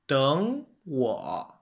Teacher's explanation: So what is originally 3-3 is pronounced as 2-3. · Term: tone sandy